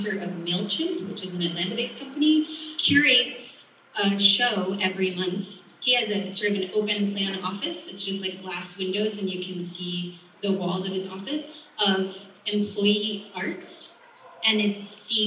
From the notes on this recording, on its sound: For a live audience gathered inside the historic Acme Seed & Feed building. Live event recording courtesy Studio 208, Nashville.